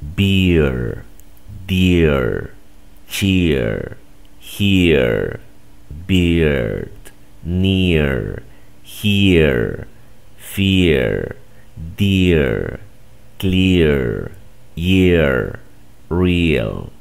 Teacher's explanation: Casi no la escuchas, pero al final hago como una E neutral. Esto es mucho más marcado en el inglés británico.